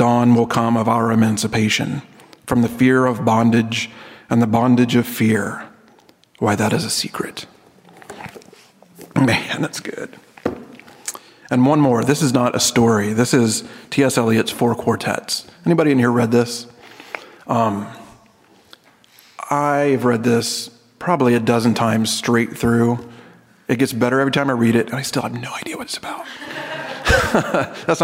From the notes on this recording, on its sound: This episode is taken from the Hutchmoot 2012 session titled “Tales of New Creation”.